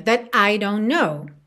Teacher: ela poderia ligar that I don't know, mas ela não liga, ela faz uma pausa bem curtinha